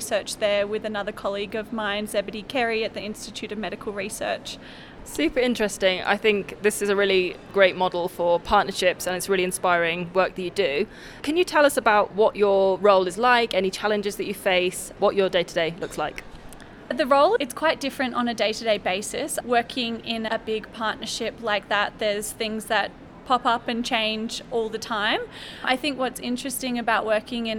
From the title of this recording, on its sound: Conversations in the Halls